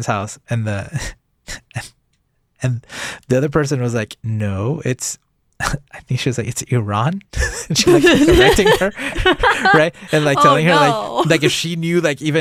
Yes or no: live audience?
no